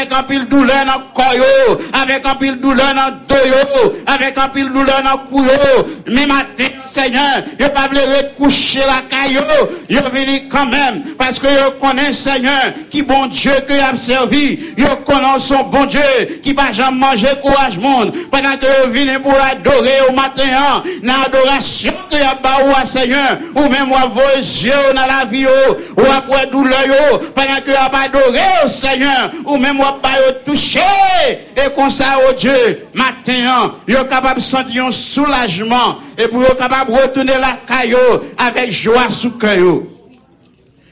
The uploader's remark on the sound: Sunday Service Live